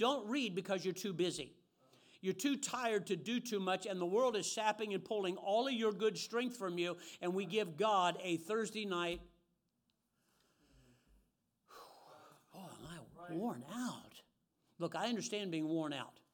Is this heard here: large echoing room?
yes